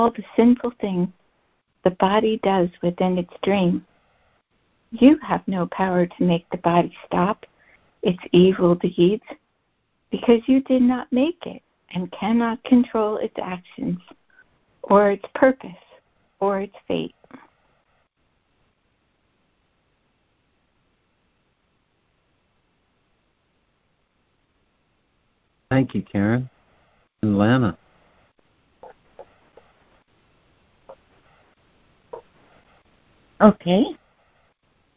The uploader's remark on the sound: ACIM Daily Conference Call